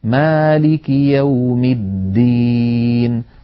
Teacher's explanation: فلا بد من بيان الدال مالك يوم الدين، ولا نجعلها يوم التين قريبة من التاء